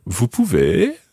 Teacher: raising your voice at the end